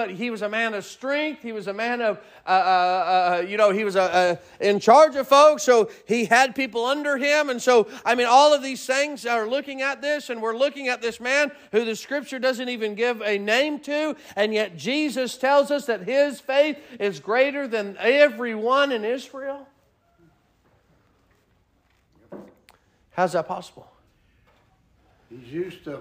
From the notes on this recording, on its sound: Sermon preached at Mid County Baptist Church